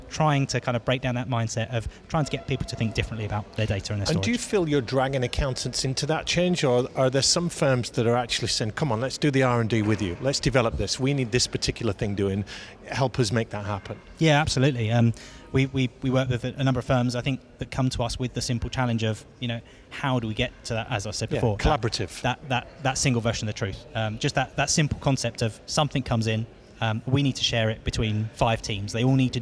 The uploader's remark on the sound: You can hear live interviews from the recent International Accounting Forum and Awards 2022 which took place in London recently. AIBN were the official knowledge and broadcast partners of the event.